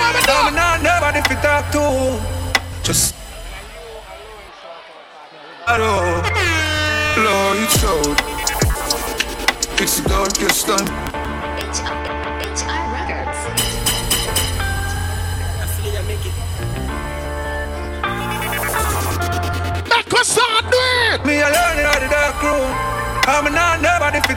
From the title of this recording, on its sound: Tropical Fridayz 11/4/22 (LIVE AUDIO)